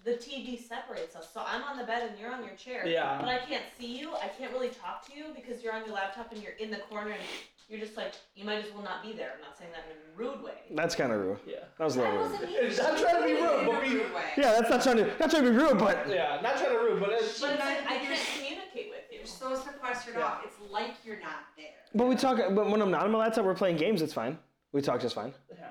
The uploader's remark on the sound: Sorry for the audio issues, being our 2nd recording we are learning to prevent the issues, and upgrading our tech to make it even better.